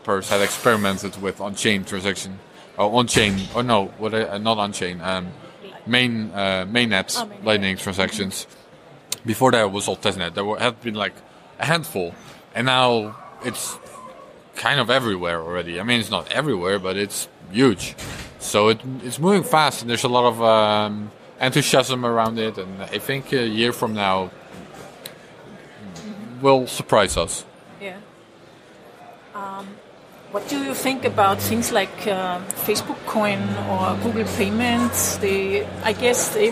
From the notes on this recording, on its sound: Recorded at the Israel Bitcoin Summit in January 2019.